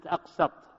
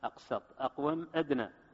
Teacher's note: فانظروا كلمة أقسط التي يتوسط فيها الحرف الصفيري الرخو المهموس بين حرفين شديدين مجهورين محقورين مضغوطين مقلقلين ليقوى الضغط على السمع.